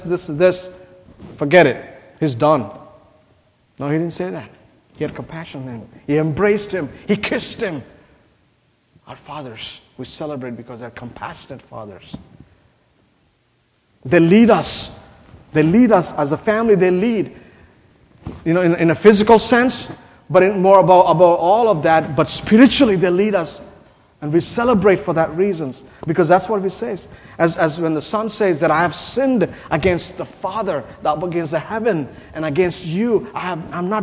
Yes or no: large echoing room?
yes